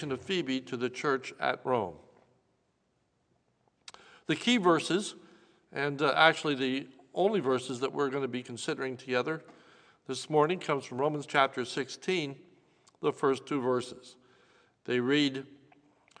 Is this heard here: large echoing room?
yes